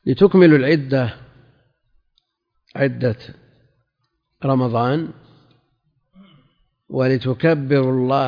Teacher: كيف تنطق لام التعليل؟ مكسورة. ولام الأمر ساكنة